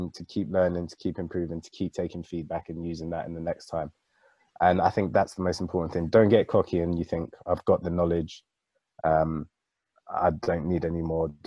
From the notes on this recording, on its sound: we took the opportunity to have a little Zoom catch up